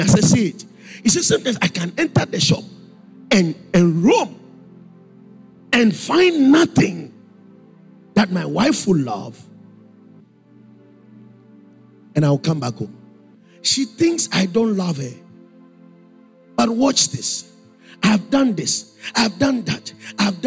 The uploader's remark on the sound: Preached at the Spiritual Emphasis Week (First Quarter), Calvary Baptist Church, Adabraka